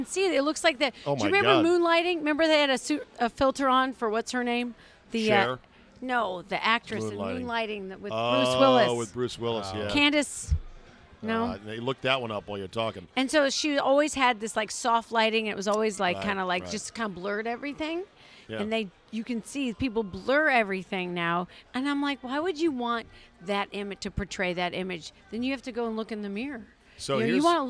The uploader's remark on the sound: Recorded at DC Prime Steakhouse in Ashburn, VA.